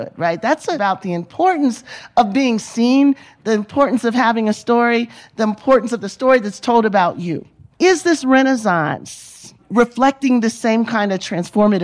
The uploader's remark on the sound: Panel, recorded live from the Sundance Film Festival in 2023.